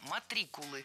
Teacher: Правильно – матрикулы. Ударение ставим на второй слог.